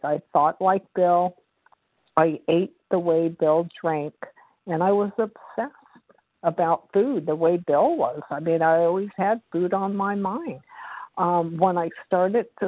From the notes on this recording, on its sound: the 100 Pounders Phone Meeting, 10/8/23